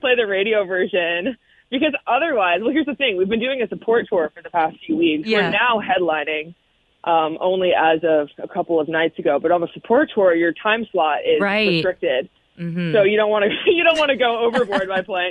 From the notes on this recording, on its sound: called in to chat